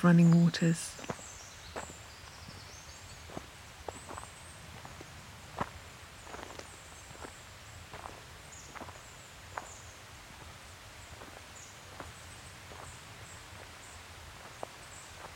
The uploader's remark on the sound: Tranquil footsteps along a woodland path and stream in autumn. Relax to the wild sounds of the countryside.